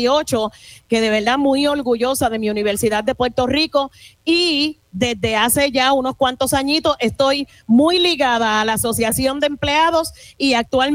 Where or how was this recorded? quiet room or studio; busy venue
busy venue